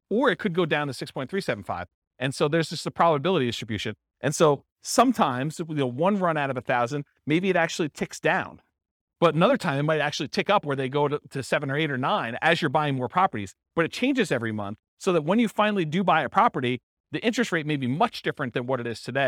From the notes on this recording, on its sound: This was a live class recorded